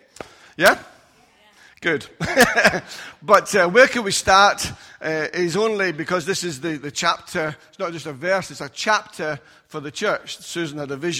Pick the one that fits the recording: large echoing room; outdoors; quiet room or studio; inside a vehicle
large echoing room